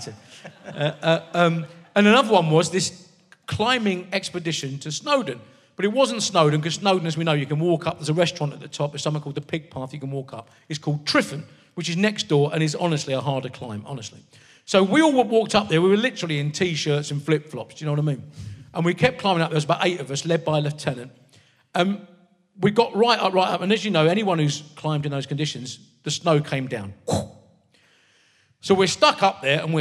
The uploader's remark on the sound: RHLSTP comes to the Marlowe Theatre in Canterbury. With an audience smart enough to get a Thomas a Beckett joke.